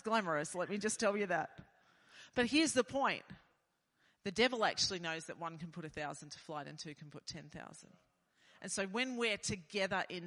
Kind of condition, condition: setting, large echoing room